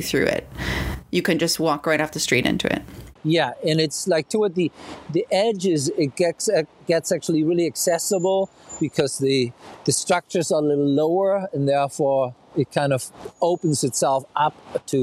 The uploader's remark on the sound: Walking tour of three memorials in Berlin. This auditory experience captures the sound of the present-day cityscape with its traffic and tourist chatter.